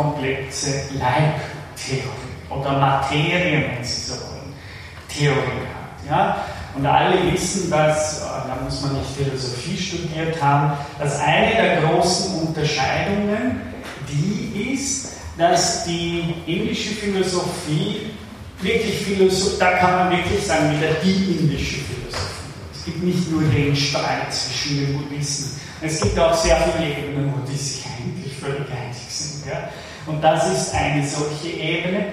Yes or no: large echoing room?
yes